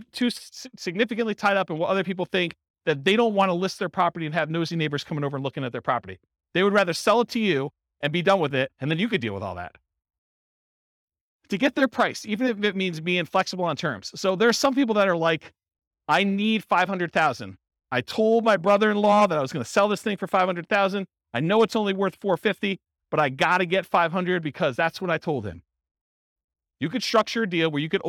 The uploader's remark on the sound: This was a live class recorded. In Santa Clarita, California.